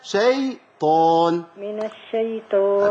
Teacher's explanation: عندنا الطاء في كلمة الشيطان مفخمة تخينة قوي تمام؟ تمام وعندنا الياء في كلمة الشيطان برضو مرققة قوي فما ينفعش أفخم دي ورقة دي ماشي من الشيطان ما تنفعش من الشيطان أعوذ بالله من الشيطان طب صلي على النبي صلي على النبي لو أنا هقول لك تشربي إيه؟